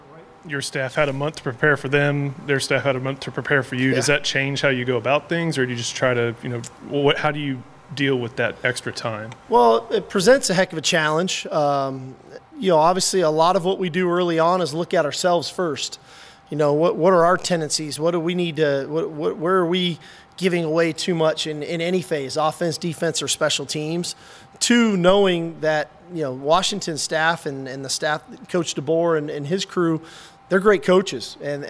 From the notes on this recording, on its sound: Sugar Bowl Press Conference. Takes to the podium.